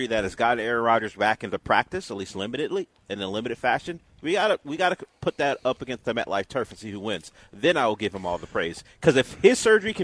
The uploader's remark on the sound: LIVE from East River 9!